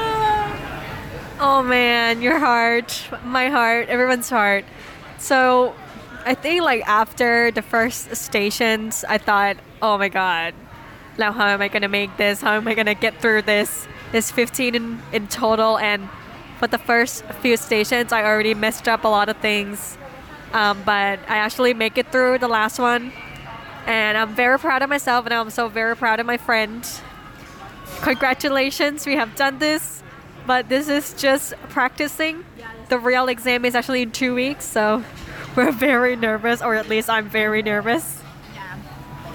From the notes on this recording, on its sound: Live from BBQ table